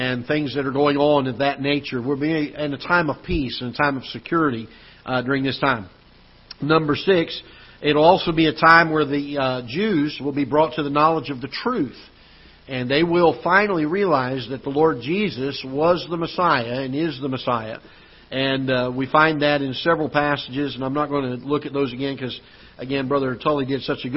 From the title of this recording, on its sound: Ketha Heights Baptist Church ~ Live Broadcast